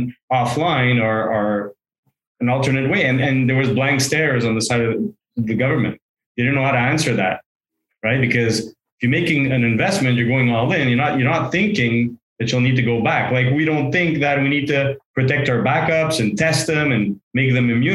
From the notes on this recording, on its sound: This is a recording from the live webinar on 5/19/22.